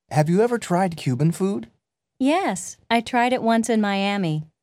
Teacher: Notice how final T and D sounds in verbs are linked to the vowels that follow them. · Term: Linked Sounds